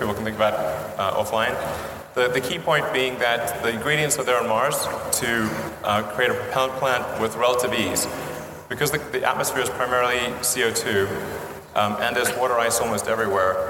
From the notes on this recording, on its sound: In this talk at the International Astronautical Congress in Adelaide just about a year ago